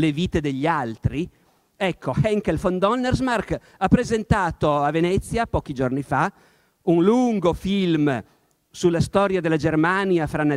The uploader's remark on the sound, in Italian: Incontro organizzato dal Festival della Comunicazione di Camogli, 2018.